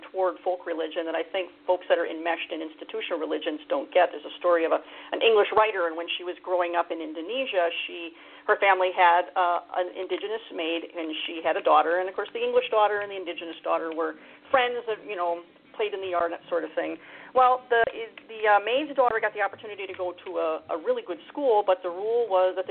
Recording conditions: phone line